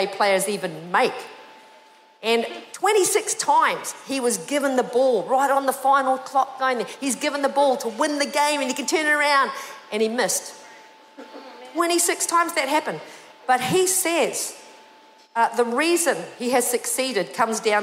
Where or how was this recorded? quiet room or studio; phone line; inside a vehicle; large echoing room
large echoing room